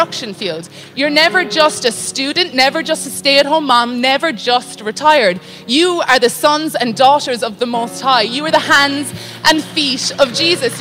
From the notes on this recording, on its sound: Recorded live from Christian Revival Church Australia.